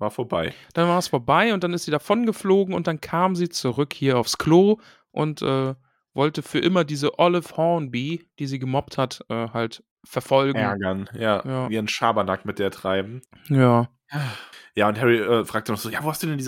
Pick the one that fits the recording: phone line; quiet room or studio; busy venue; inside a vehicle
quiet room or studio